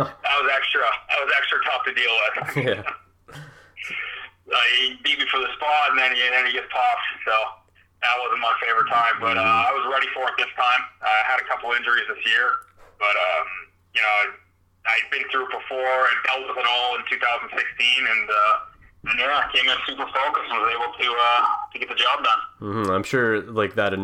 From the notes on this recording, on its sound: on the phone (05:26)